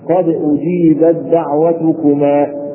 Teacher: نحذف التاء وننطق بالدال مشددة